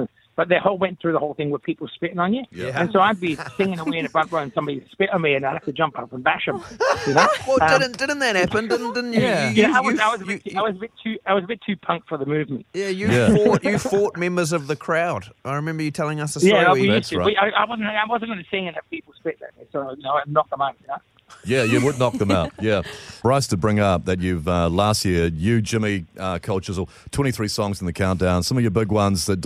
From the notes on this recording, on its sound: Today we are joined on the phone by headliner for the Rock 2000 Live Event 2023.